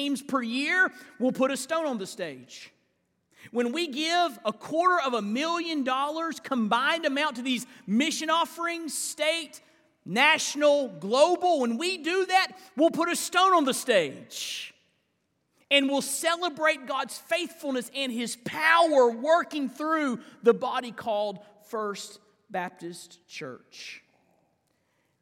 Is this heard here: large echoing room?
yes